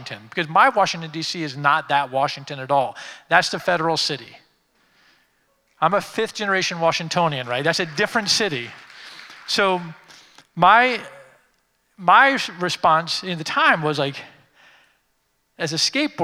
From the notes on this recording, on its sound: Creative Time Summit DC: Occupy the Future. Keynote speaker at our 2015 Summit, Occupy the Future, which took place in Washington, D.C.